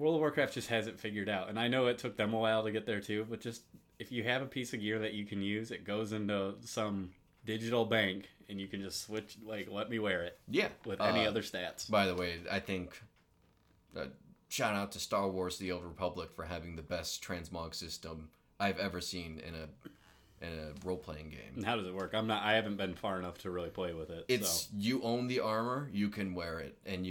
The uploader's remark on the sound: Apologies this week we had some new peaking issues with our mic. That means the audio overall is a little quiet than normal.